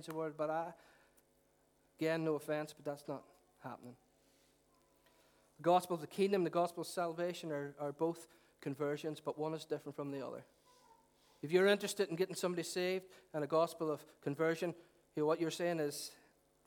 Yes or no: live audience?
yes